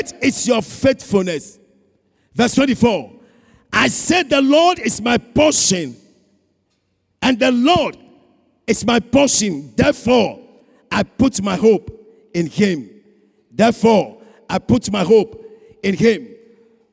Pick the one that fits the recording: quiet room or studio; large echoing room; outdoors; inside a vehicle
large echoing room